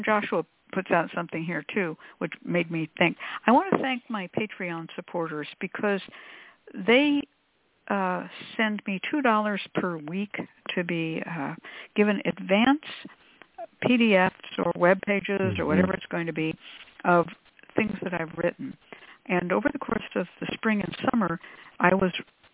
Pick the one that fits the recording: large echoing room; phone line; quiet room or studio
phone line